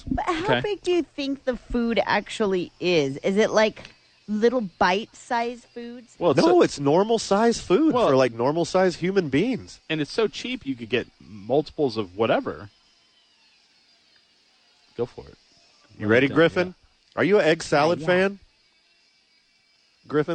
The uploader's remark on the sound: Live from ABQax!